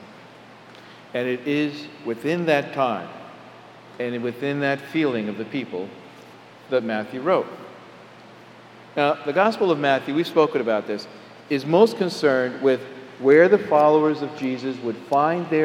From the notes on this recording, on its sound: Homily delivered on August 21, 2011 at Jan Hus Presbyterian Church and Neighborhood House.